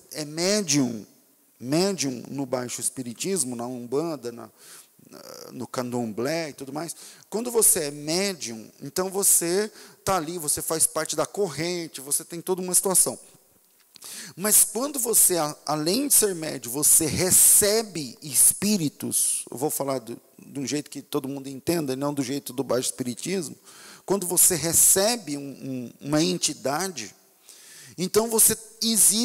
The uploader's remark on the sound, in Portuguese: Culto ao vivo.